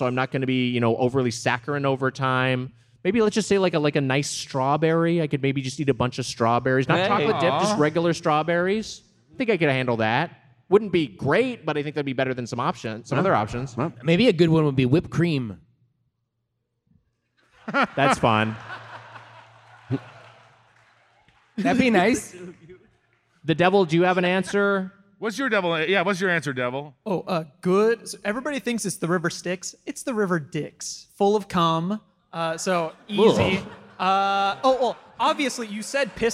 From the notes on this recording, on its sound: Recorded live at The Belasco in Los Angeles on October 8th, 2023.